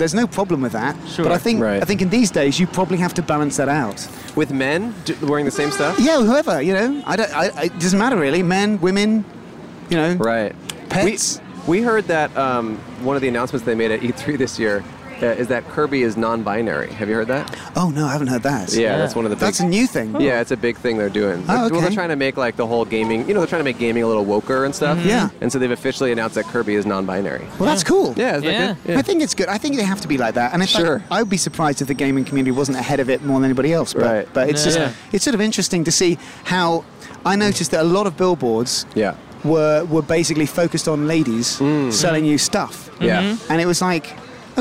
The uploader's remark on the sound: Recorded in front of the Convention Center in Downtown Los Angeles.